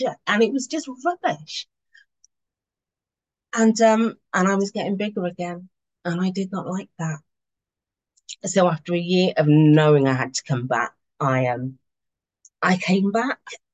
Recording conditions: video call